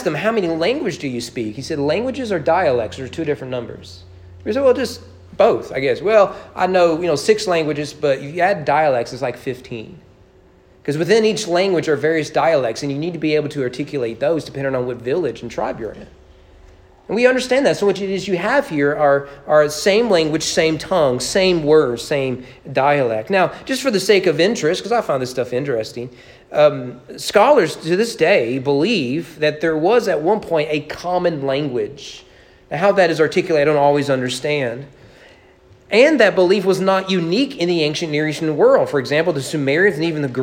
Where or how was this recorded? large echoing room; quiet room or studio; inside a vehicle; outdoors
large echoing room